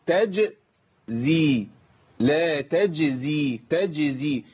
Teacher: الانتقال من وسط اللسان الى وسط اللسان مع سقف الحنك الى طرف اللسان مع صفح الثنايا